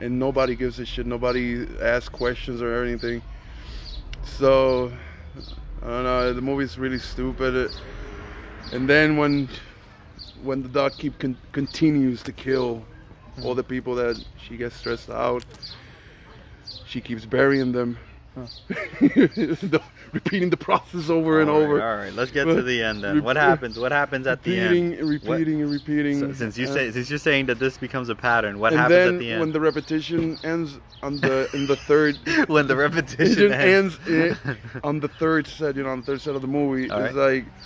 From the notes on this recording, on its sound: sorry about the noise we recorded it outside and our neighborhood is kinda noisy